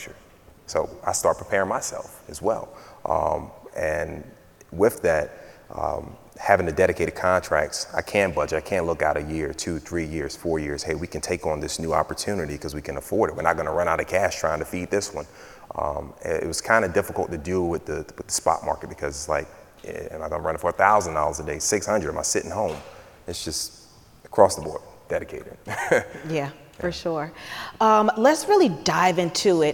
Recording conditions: busy venue